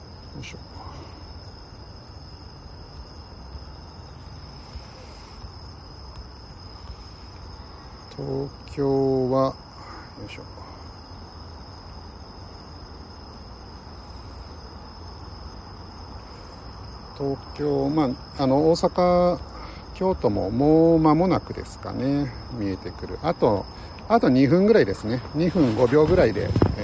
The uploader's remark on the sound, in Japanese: LIVE 野毛大塚古墳から国際宇宙ステーション中継。